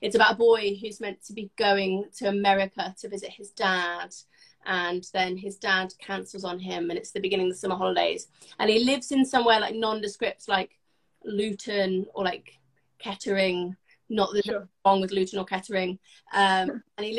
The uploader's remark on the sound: live Instagram interview